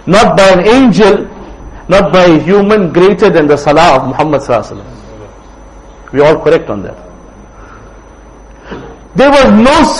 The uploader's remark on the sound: Jumuah lecture at Rockford Musalla